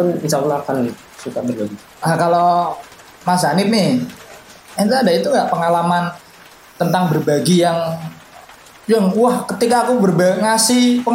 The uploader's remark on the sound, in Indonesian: maap audionya ga terlalu renyah, karena record pake HP jadi ga kriyuk walaupun udah diedit